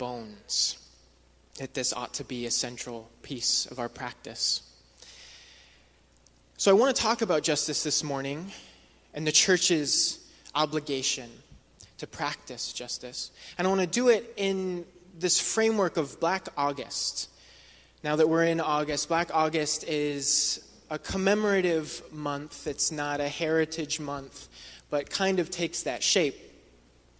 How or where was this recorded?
large echoing room